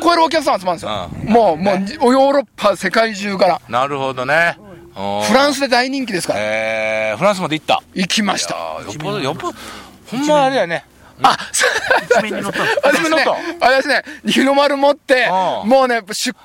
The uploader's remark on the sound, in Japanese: 長野県ビーナスラインの霧ヶ峰高原にて。バイクツーリングをして青空対談収録を開催いたしました。